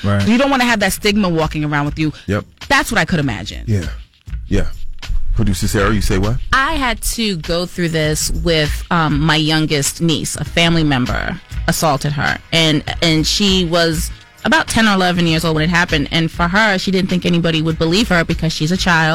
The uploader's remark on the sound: We opened up the phone lines for people to call in anonymously and talk about why they did/did not report.